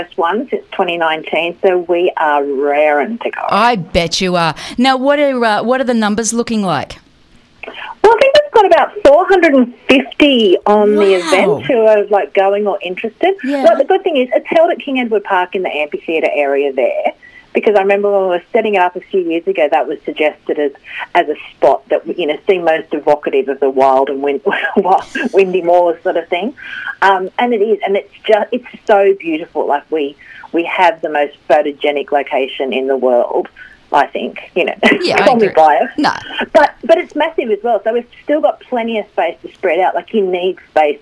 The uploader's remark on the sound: called in to give us all the details